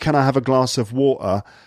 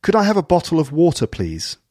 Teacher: No glottal stops, so none of those dropped T sounds. · Shown in: second take